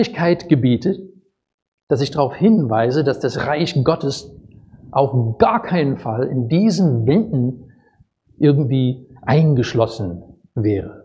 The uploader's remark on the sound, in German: Predigt aus dem Gottesdienst